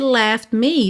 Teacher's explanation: Esse left me, você quase não ouve o T. Porque sendo uma consoante oclusiva pode aparecer mais, menos ou nada, right?